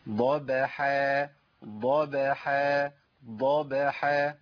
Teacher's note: عندي الحاء حرف مرقق والالف تابع للحاء والباء حرف مرقق